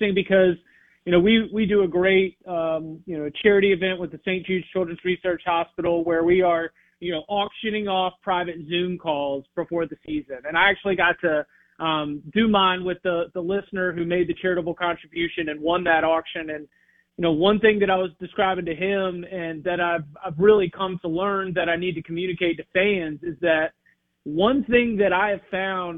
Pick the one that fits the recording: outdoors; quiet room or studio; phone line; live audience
phone line